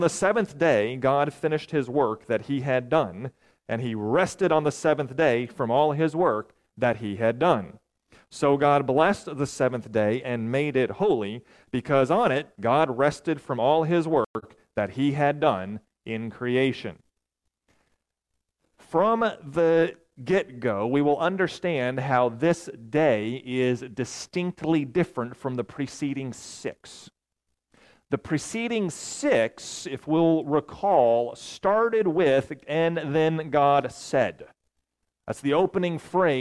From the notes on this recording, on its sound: Recorded on April 8, 2023, at Ringgold Seventh-day Adventist Church.